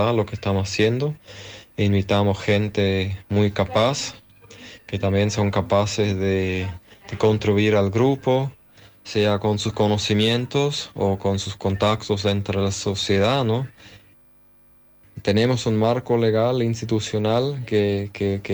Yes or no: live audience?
no